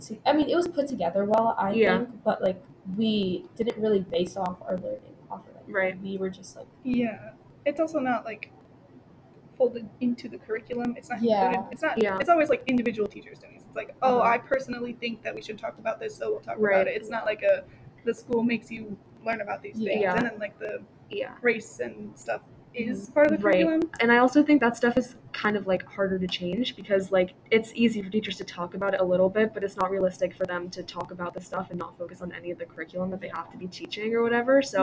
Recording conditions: background noise